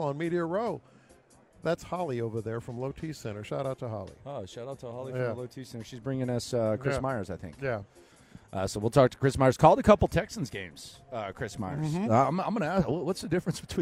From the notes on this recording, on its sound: Live from Radio Row